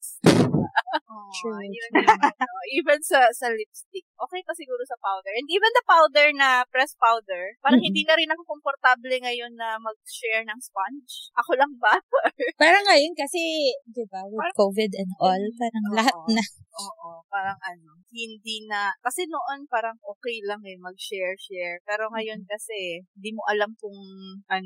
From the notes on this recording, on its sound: The trio experienced some technical difficulty. Apologies in advance for some quality issues about the audio.